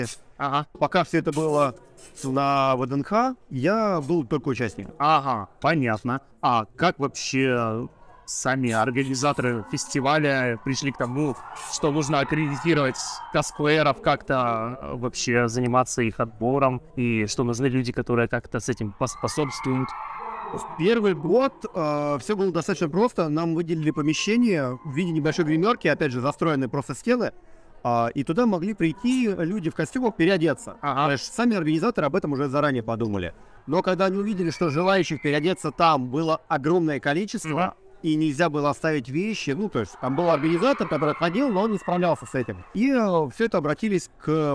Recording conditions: busy venue